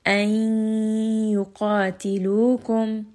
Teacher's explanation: Noon is going to merge into the ya sound. · Term: idgham